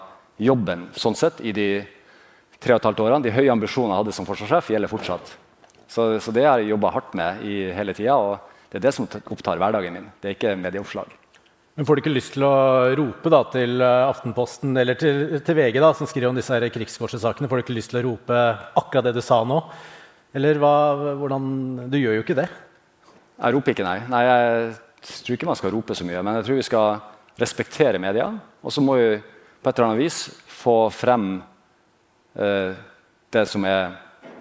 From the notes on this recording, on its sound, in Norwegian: Under Forsvarets lederkonferanse Modig Ledelse spilte vi i Forsvarspodden inn to episoder med publikum i salen.